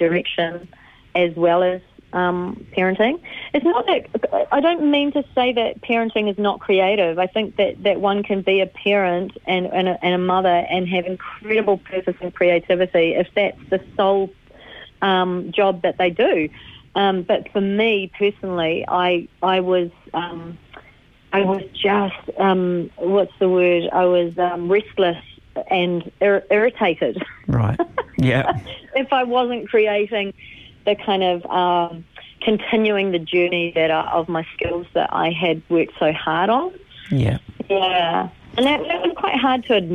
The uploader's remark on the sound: LIVE on the line